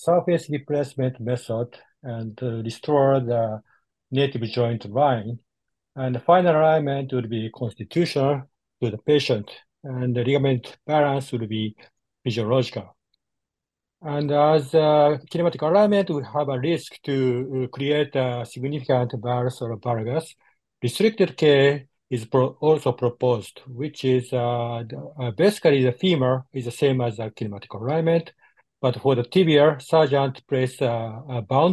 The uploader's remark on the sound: This is the AUDIO REPLAY of the recent ISAKOS/ESSKA Webinar.